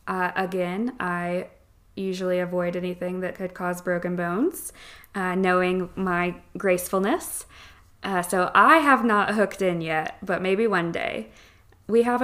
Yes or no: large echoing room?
no